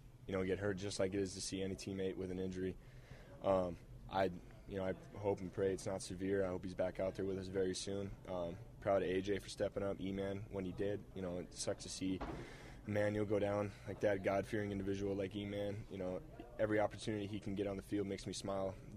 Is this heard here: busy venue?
yes